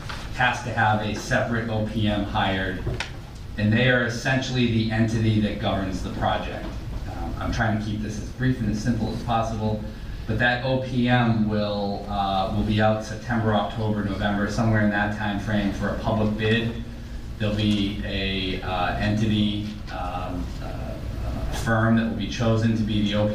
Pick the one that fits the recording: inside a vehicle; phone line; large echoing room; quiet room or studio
large echoing room